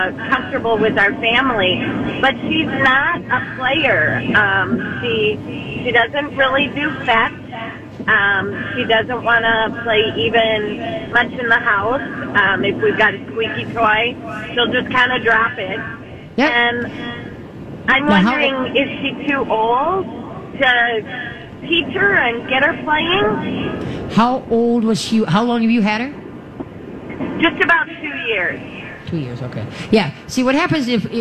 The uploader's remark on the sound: LIVE from the Great MN Get Together!